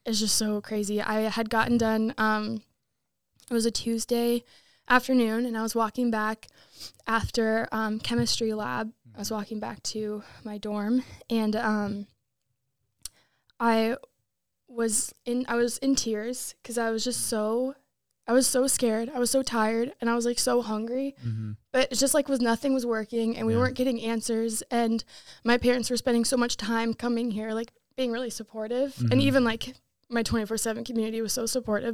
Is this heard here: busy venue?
no